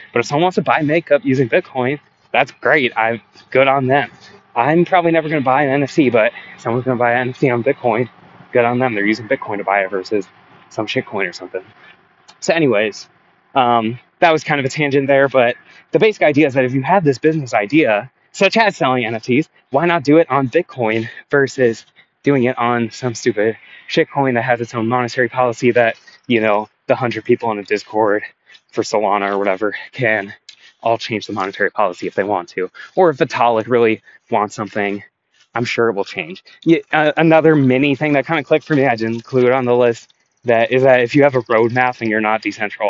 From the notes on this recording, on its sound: NOTE: I recorded this while walking. I was walking on rocks for the first couple minutes but realized it was loud, so for the last 90% the audio should be decent.